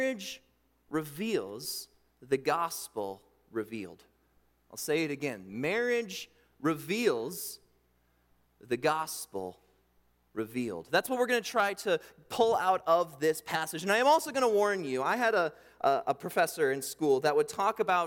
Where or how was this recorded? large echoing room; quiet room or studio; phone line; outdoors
large echoing room